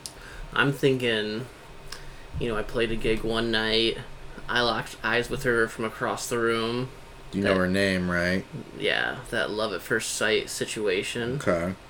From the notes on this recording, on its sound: Finally the last of our party who suffered critical computer failure during initial recording joins us! Please excuse the extra noises in this one as we were sharing space and a mic.